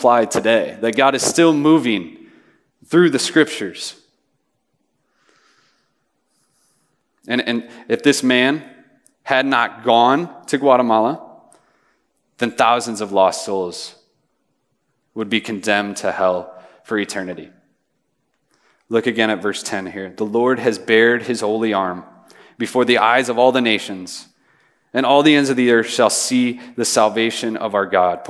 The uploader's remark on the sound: Message preached on June 22, 2023 at a Thursday Night Gathering of Coram Deo College Ministry.